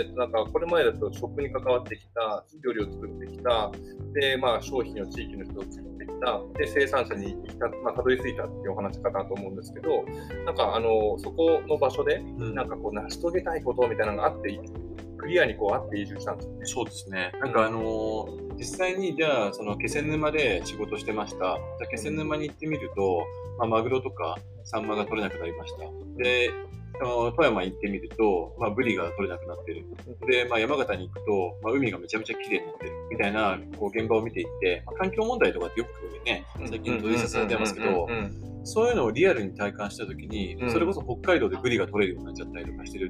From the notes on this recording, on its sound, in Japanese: 今回の収録はゲスト回ということで、外部で一発録りをしている都合、背景にノイズ・人の声が入ってしまっております。